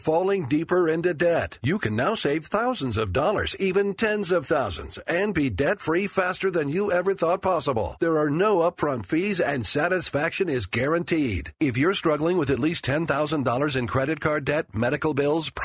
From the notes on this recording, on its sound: Taking Phone calls